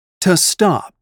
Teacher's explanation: The preposition to is usually unstressed and pronounced ta in infinitives when the following verb begins with a consonant. To stop. When the verb begins with a vowel, to can be pronounced to and links to the vowel with the sound wa.